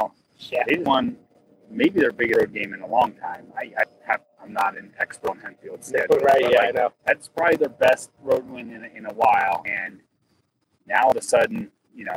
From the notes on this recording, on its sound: Recorded LIVE from Lebanon. This episode was recorded live via iPad in the parking lot near Earl Boltz Stadium in Lebanon about 30 mins. Following the conclusion of the game. The audio quality is poor and the stream drops out repeatedly.